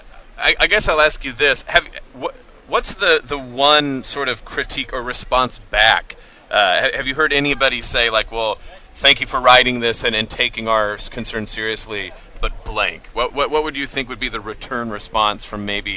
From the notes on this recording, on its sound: Live At IA St Fair